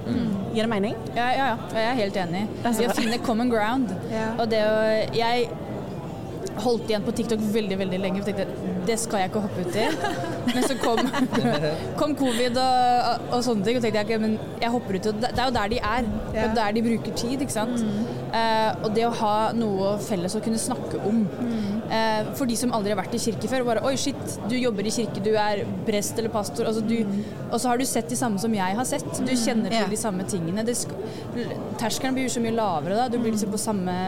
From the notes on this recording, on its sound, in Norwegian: Lederprat live fra HLT-standen på Led 24. Vi har en slags live-pod midt i folkehavet på Pinsebevegelsens lederkonferanse der vi slår av flere små prater med forskjellige ledere.